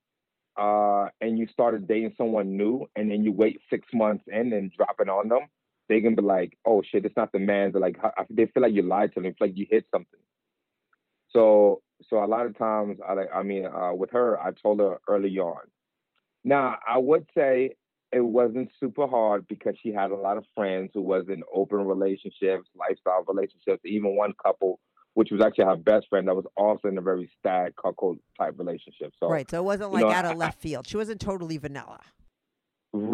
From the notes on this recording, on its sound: called in to talk all about it